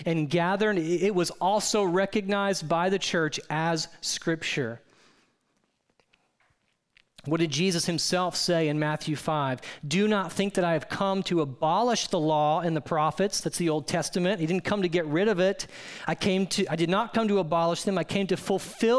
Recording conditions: large echoing room